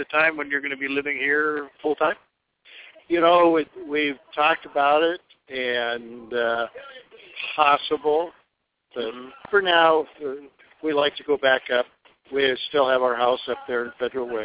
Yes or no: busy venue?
yes